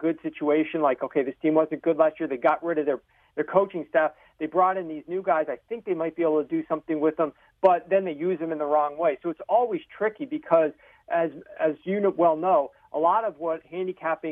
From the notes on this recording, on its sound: phone call